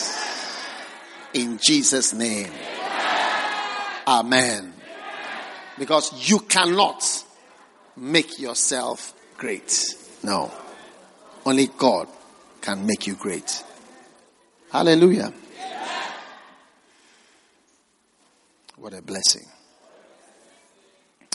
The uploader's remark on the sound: Preached at the First Love Gathering Service.